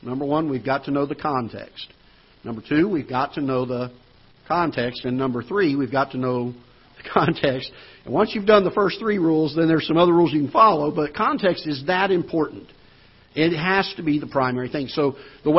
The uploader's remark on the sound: Ketha Heights Baptist Church ~ Live Broadcast